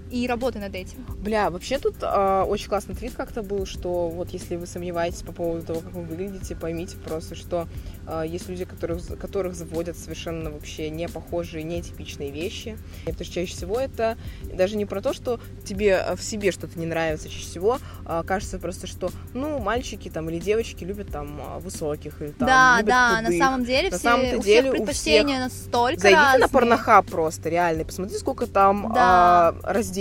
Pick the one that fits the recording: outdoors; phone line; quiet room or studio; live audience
outdoors